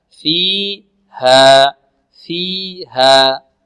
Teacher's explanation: نقف على الألف التي بعد الهاء بمقدار حركتين، ليس فوق الحركتين، وكذلك لا ننهي الألف بهمزة، نقول فيها، فيها، خطأ، لا، فيها، فيها.